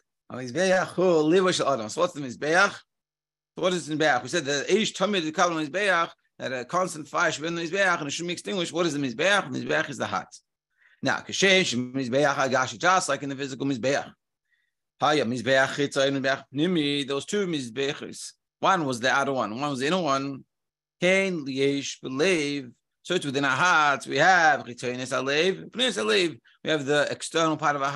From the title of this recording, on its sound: Daily Zoom Shiur